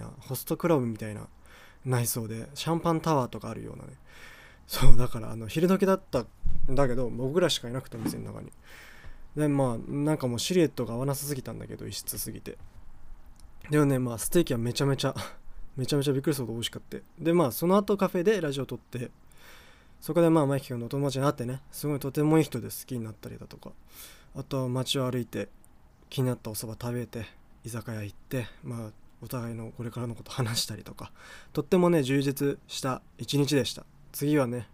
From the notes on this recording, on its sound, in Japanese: 第17回放送は収録段階でマイクとpcの互換性が急に無くなったのか録音できなくなり、iPadで録る事になりました。